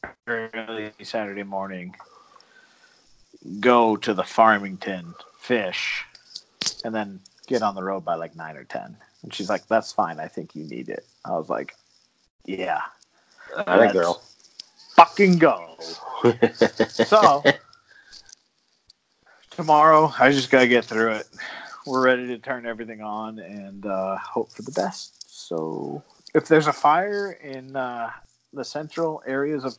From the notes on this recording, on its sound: This episode is brought to you but the way of SKYPE!